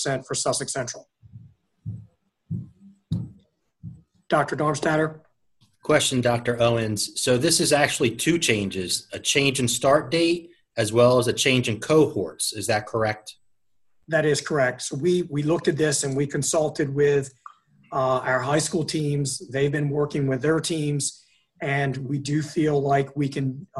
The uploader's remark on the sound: An audio recording of the Indian River Board of Education special meeting. This meeting was conducted online using the Zoom video conferencing platform.